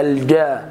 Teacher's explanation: الجيم من وسط اللسان كده الجا وليس الكا لان بعض الاخوه يدخل على الجيم شين. · Term: الجيم الفصحى